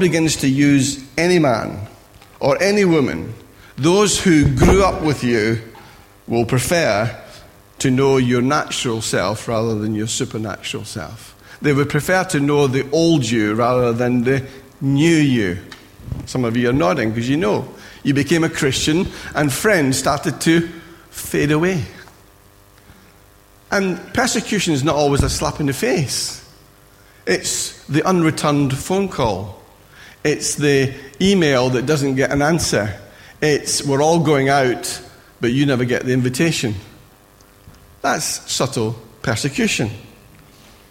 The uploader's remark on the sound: Recorded at freedomcentre church, Preston on Sunday 2nd April 2017